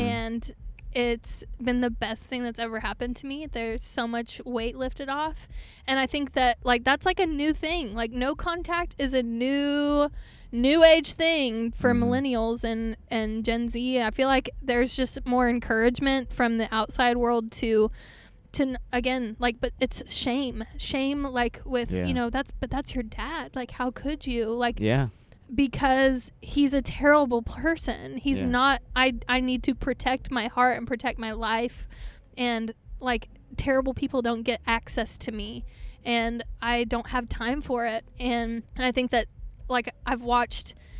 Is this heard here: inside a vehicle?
yes